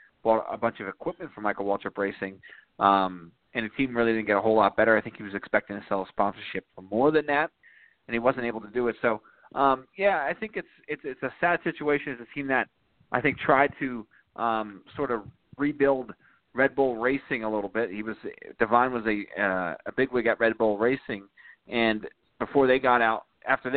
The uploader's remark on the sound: we'll take your phone calls